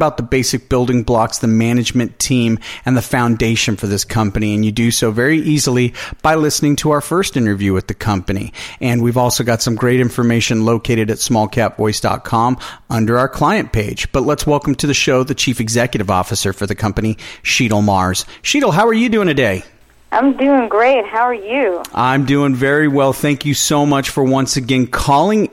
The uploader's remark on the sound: called in to SmallCapVoice